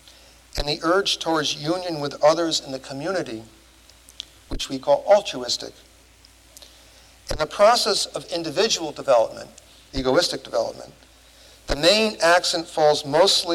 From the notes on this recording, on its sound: Recording of a lecture delivered on September 9, 1994. As part of the Formal Lecture Series.